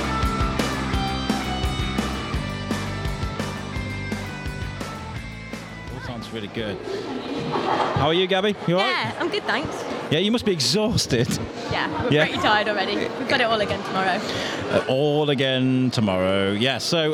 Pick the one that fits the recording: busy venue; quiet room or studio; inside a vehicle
busy venue